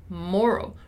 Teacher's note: Notice how in moral, our stressed syllable is mo, moral, right?